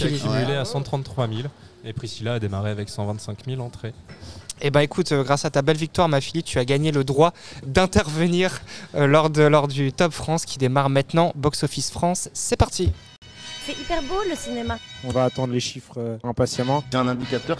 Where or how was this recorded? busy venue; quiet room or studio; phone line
busy venue